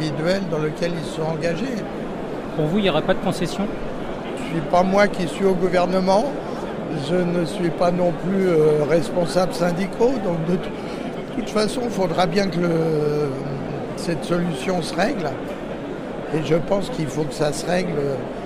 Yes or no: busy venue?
yes